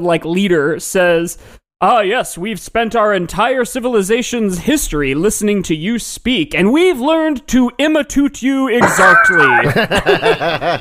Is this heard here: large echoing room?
no